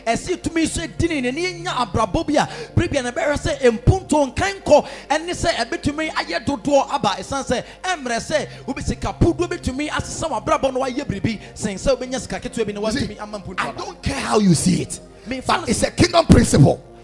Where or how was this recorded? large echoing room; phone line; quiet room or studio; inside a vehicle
large echoing room